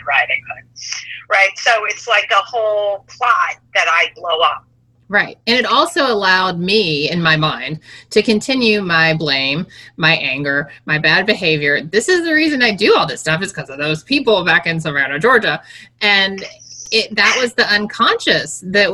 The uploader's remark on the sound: Yes, it's a little scratchy - but I have a full disclosure on this one.